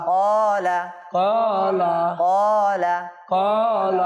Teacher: কফ টানবো কেন আলিফ মাদ্দ হয়েছে কি হয়েছে আর লাম টানবো না